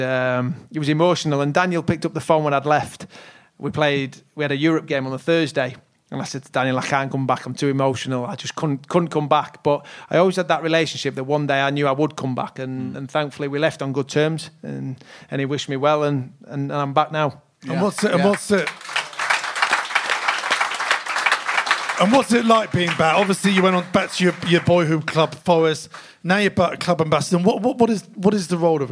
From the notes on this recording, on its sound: the very special live show recorded at the Albany, Great Portland Street